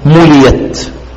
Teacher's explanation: والهمزة المفتوحة بعد الكسر من نحو ملئت تبدل ياء مفتوحة